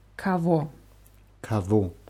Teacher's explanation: Das G zwischen zwei O's wird als W ausgesprochen.